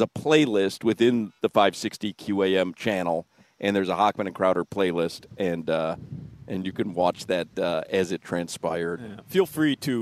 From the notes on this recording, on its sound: While live at Hollywood Kia today